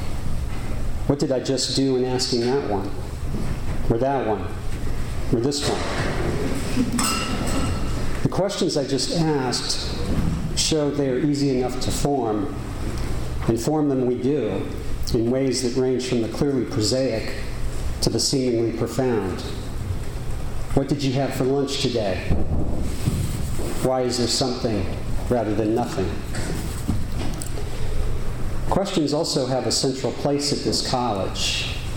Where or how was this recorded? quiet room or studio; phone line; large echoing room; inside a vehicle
large echoing room